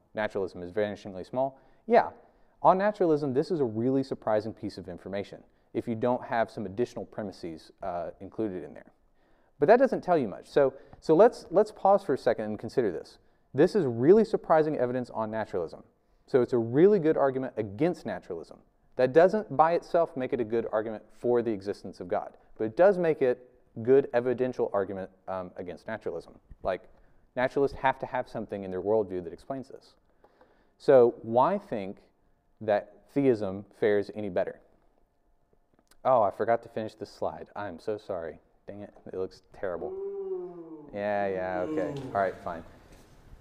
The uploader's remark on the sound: This video is from our 2021 Spring lecture series